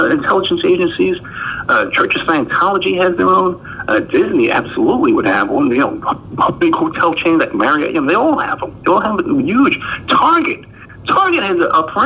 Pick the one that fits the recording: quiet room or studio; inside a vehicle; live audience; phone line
phone line